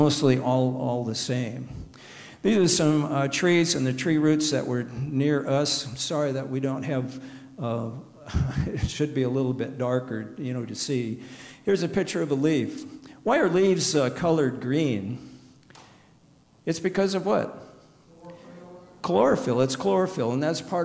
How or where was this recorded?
large echoing room